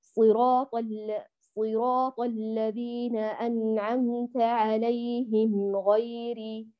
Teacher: الميم مظهرة فأعطيها الغنة ناقصة تماما · Term: إظهار شفوي